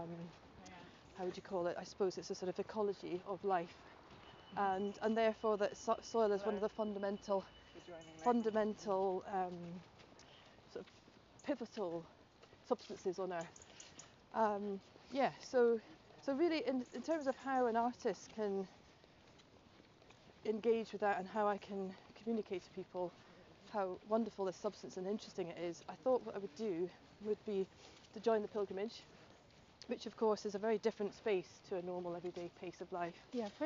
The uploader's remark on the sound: A walk is taking place from Dunbar to Glasgow in time for COP26. We joined the walk just after it left the Edinburgh Sculpture Workshop and went with them as far as Granton Castle Walled Garden.